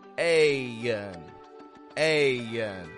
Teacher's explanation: The American accent has a role to play in the way that I'm saying this word. I'm stretching out my A in the beginning to sound like A-N, A-N. Kind of modifying my A sound.